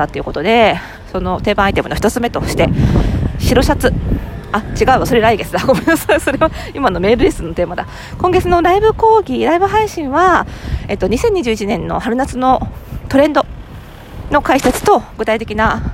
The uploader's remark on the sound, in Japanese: 久々の屋外収録！本日は久々に外で収録してみました。初夏の目黒川沿いを歩きながら。